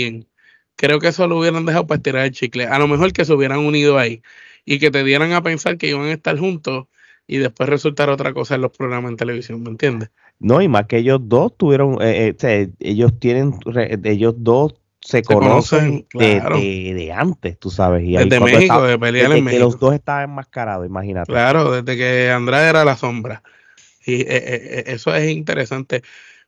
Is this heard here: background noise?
no